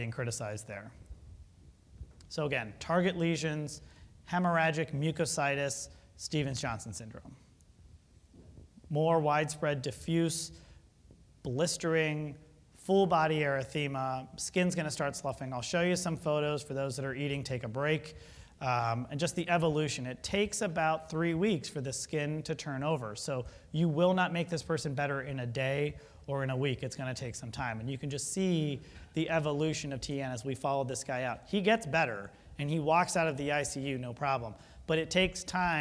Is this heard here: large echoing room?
yes